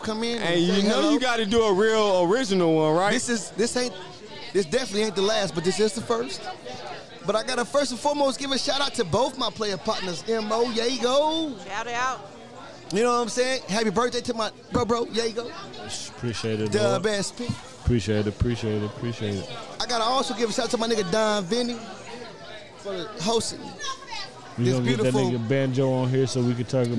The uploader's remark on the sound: Live From The Album Release. Just some drunk guys drinking and enjoying life.